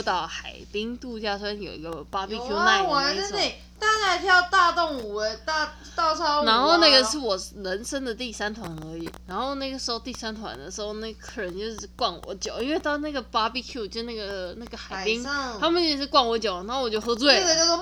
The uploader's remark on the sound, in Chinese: 本集內容抱歉會有一些些小雜音